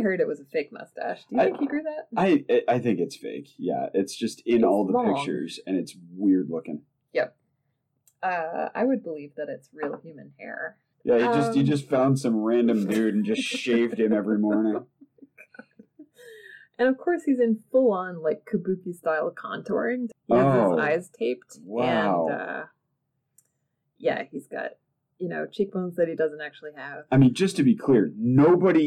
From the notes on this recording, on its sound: The audio in this episode is really, really bad. Tried recording in a new location and it backfired horribly! The discussion and story are (hopefully) good, but the audio is not.